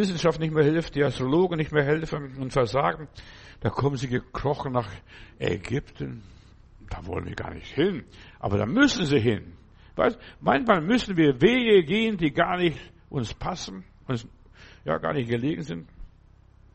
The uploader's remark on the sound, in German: im Gemeinde-Zentrum in Berlin aufgenommen